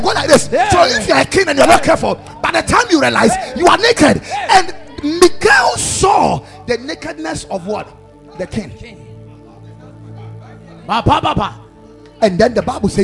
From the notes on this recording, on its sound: Preached at Ekklesia Chapel